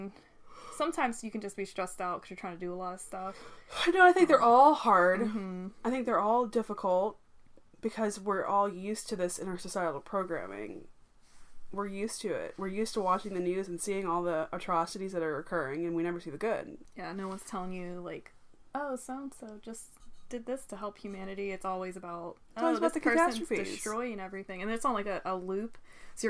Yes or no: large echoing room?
no